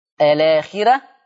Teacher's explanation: الراء مرققة نظرا لأنها مضمومة ومسبوقة بياء اللينة · Term: ترقيق الراء